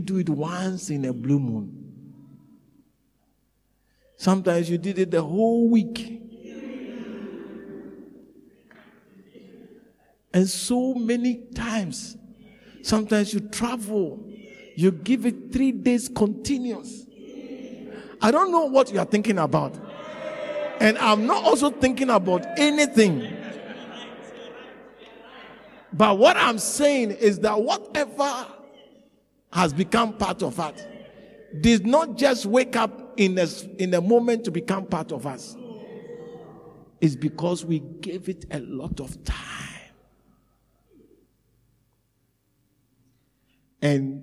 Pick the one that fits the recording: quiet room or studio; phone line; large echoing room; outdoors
large echoing room